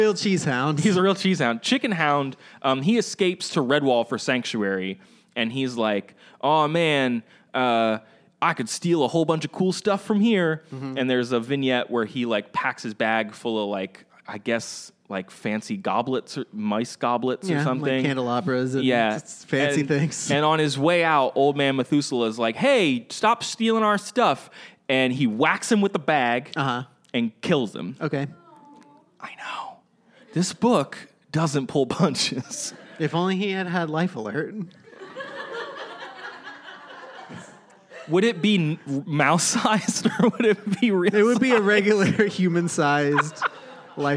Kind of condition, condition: setting, live audience